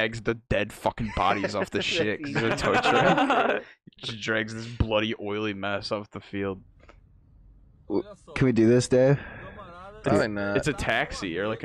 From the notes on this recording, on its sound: The audio is sorta weird on this one